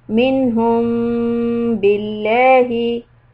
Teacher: Minhum, and this meme followed by letter ba, It's called ikhfa shafawi. And what you do is basically stop for two harakat. Lips are lightly on top of each other. Minhum billahi, soft lam.